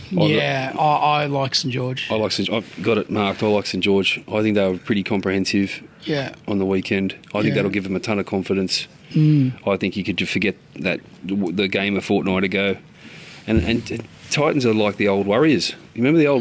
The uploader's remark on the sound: BTFU is filmed and recorded at The Village Inn Paddington.